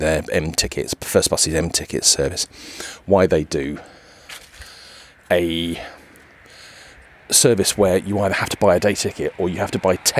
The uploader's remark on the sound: You join me as I journey down to London for work. Audio snippets from the bus stop, two railway stations, and home.